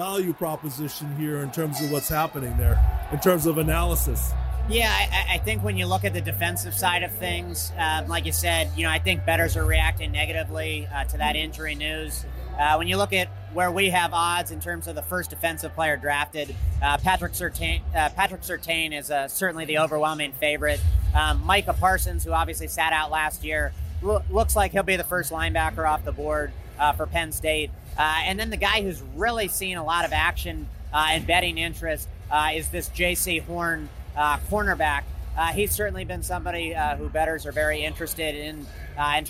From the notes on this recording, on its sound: on location from the Circa in Las Vegas